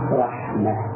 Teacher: فإذا رسمت تاء مربوطة فإننا نقف عليها هاء فنقول رحمة